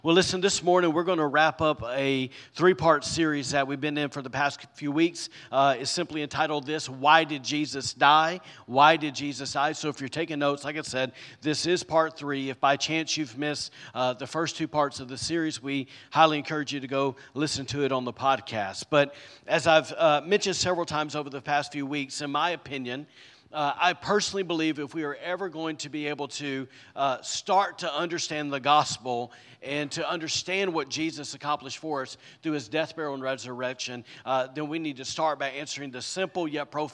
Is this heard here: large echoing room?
yes